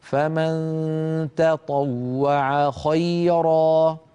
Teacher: الفم أسهل عليه أن يقول تطوع، فمن تطوع يجد ذلك سهلا، لكن علينا أن نرقق التاء ونفخم الطاء